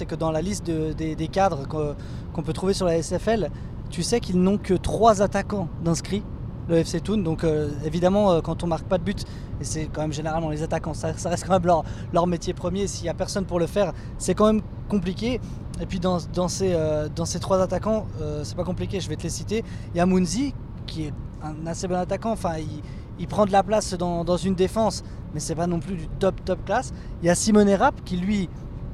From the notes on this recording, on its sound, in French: Voici un épisode spécial enregistré sur la route en rentrant de Lucerne.